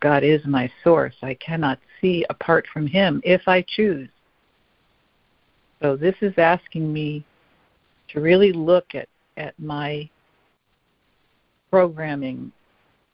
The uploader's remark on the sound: ACIM Daily Conference Call